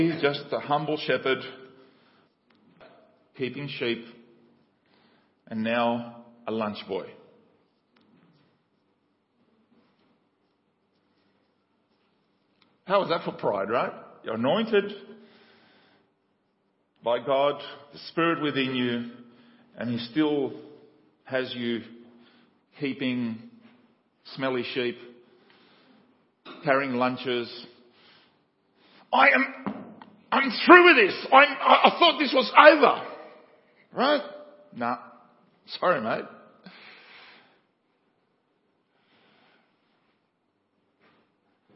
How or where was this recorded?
large echoing room